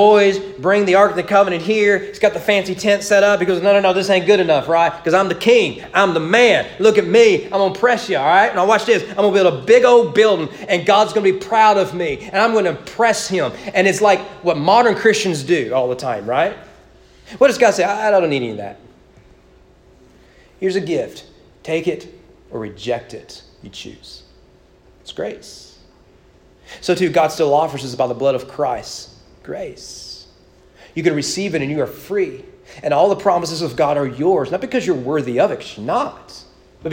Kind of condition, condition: setting, large echoing room